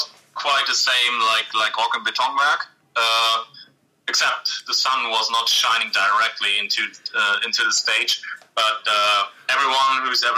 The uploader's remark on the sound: Having a little rendezvous via phone. Minor technical difficulties for the first minutes (Crackling).